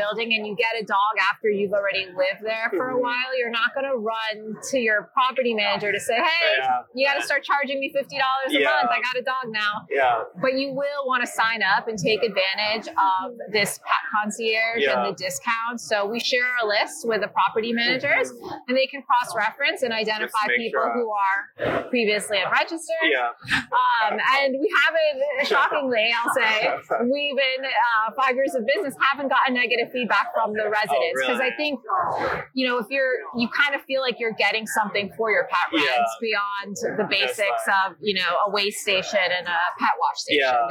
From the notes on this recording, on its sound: LIVE AT NAA.